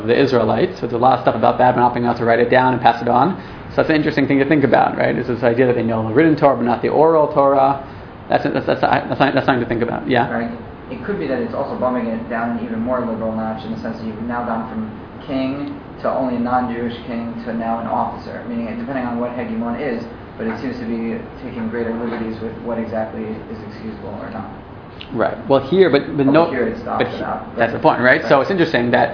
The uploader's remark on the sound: This audio was originally recorded on 11/29/2012 as part of Drisha's open night of learning for Hurricane Sandy Relief.